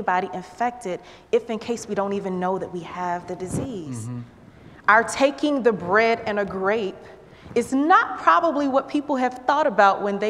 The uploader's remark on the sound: At Northwest Presbyterian Church in Atlanta.